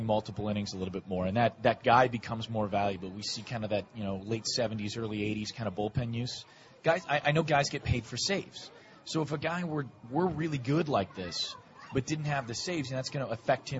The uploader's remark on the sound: live from SoxFest 2017